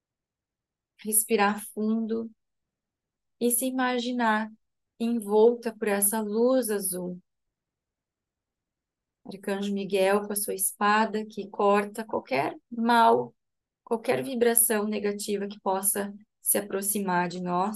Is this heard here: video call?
yes